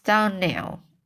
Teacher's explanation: the correct pronunciation of our name is Donnell, accent of the last syllable